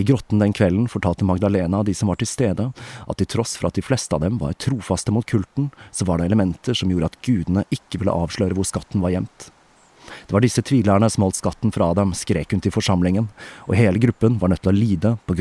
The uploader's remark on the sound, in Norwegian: som er tatt opp utendørs i solskinnet